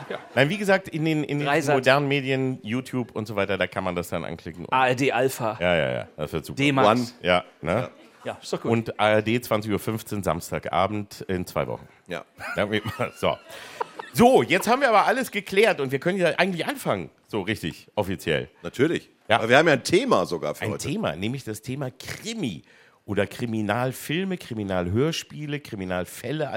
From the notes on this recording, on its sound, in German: vor Publikum